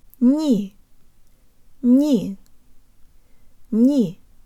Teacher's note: The n has a hint of a y sound in it, and we need to pronounce it with good Russian default mouth position.